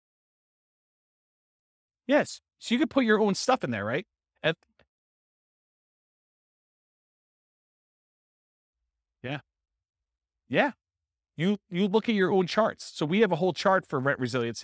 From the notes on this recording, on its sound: This was a live class recorded